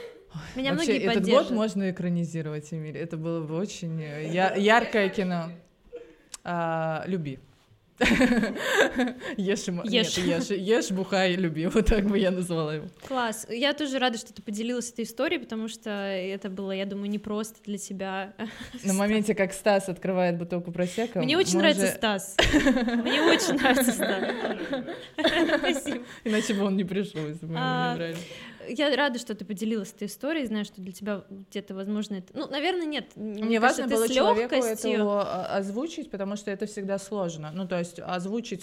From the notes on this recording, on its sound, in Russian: Этот выпуск мы записали на открытой встрече, которая прошла 18 декабря. Вместе с гостями студии.